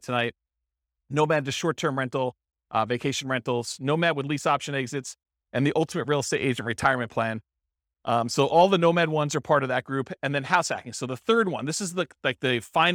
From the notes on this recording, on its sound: This was a live class recorded